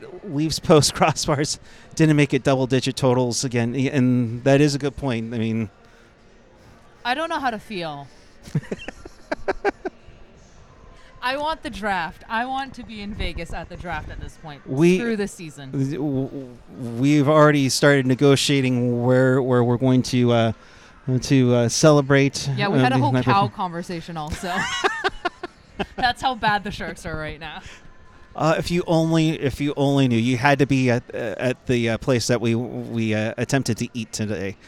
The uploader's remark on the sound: Live from the Shark Tank